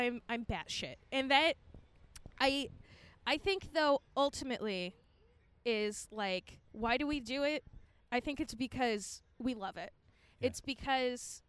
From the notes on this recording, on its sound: Set up a recorder at Whole Foods